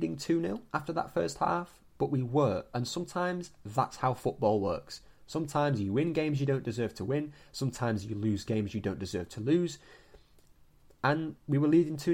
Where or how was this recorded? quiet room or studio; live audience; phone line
quiet room or studio